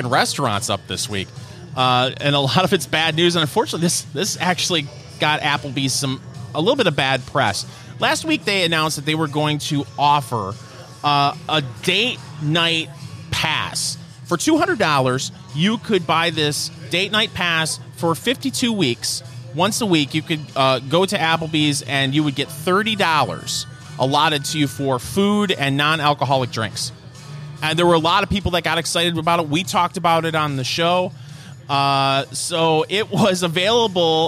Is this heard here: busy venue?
yes